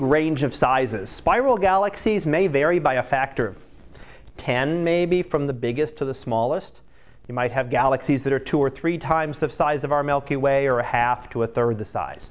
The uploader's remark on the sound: Live Class Lecture